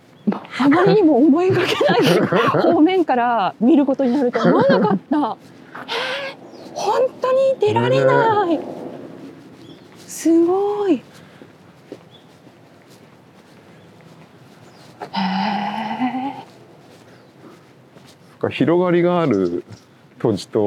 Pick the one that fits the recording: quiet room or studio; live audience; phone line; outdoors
outdoors